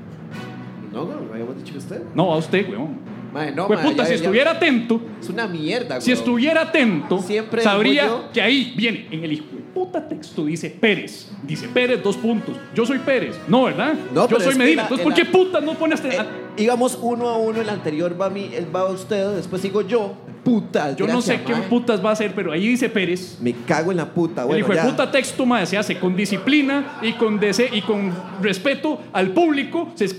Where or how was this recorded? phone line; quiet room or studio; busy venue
busy venue